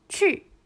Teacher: 去は4声です。下に発音していくために、最初はちょっと高めの音を出した方が発音しやすいかもしれません。